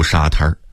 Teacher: 在北京话里头，真正的滩字是必须加儿化韵的。比如中国美术馆西边有个地名叫沙滩，因为当年这儿是北京大学所在地，所以特别有名。老北大的红楼现在已经是国家级文物保护单位。沙滩在北京话里一定得加儿音读沙滩，德胜门外有个地名叫北沙滩和南沙滩，也得加儿音啊，读北沙滩南沙滩。在北京话里类似的轻声音变字很多，特别是土语中的一些助词。变音这一现象主要体现在一些轻声词上，比如说好的说成了好的音，歹的音，大爷说成了的爷，甭家说成了饼家，小李说成了小李